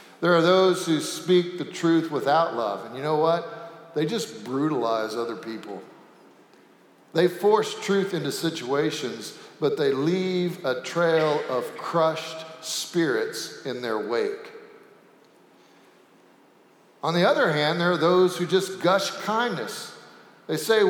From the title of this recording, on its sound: Sanctuary Service